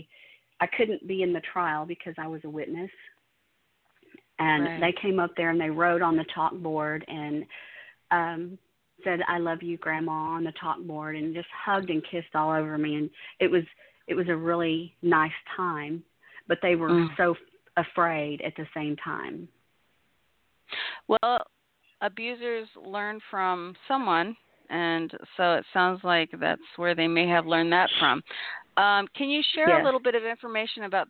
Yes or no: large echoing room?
no